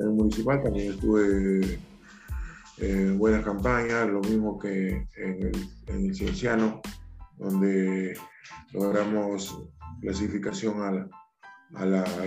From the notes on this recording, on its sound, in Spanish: nos concedió una entrevista vía Zoom